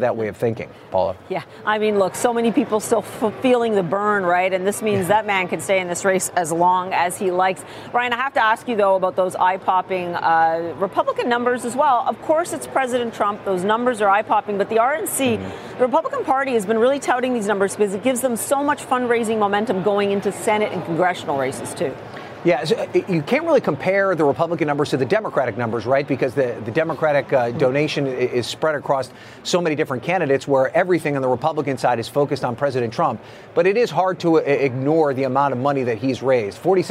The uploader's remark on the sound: live from The New York Stock Exchange